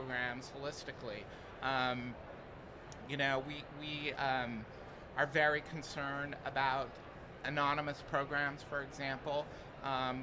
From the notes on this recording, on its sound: Recorded at Money 20/20 in October 2022.